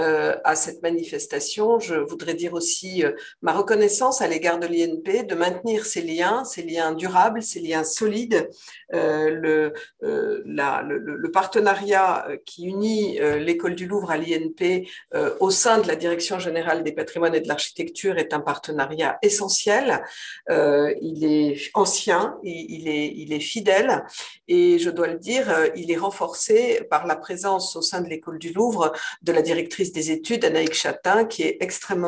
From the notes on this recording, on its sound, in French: Enregistré le 8 avril 2021 sur Zoom.